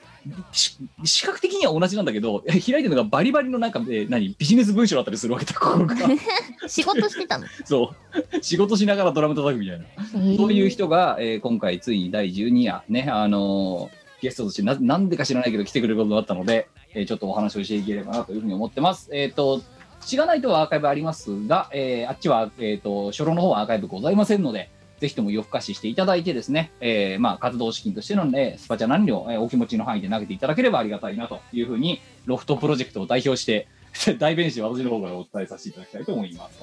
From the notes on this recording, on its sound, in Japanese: 本番組はリモート収録です。収録時環境の影響により、聴き取り辛い部分があります。